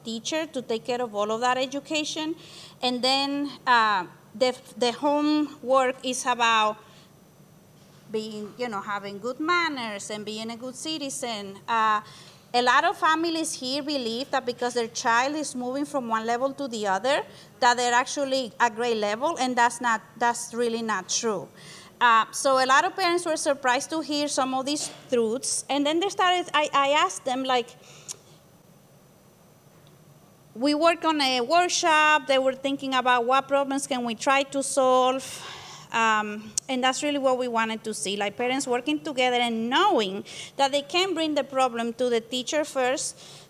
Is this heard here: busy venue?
yes